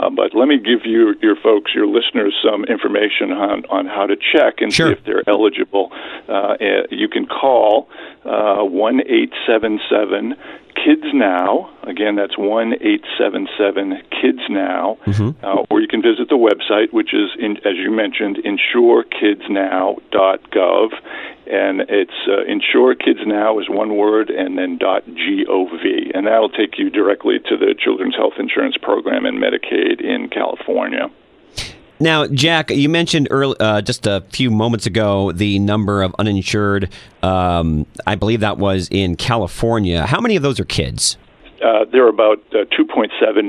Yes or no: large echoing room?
no